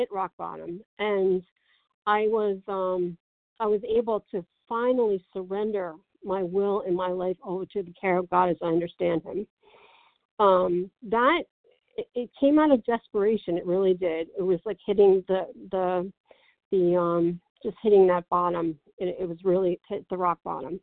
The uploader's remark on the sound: From the 100 Pounders Phone Meeting.